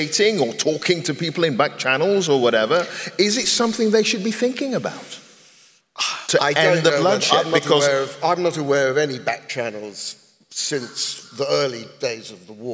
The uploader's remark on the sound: This episode is part two of our live event. This conversation is part of Intelligence Squared’s live debate partnership with the Southbank Centre.